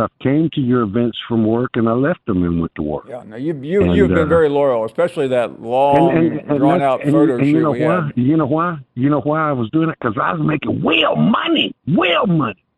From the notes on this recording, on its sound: an hour of your phone calls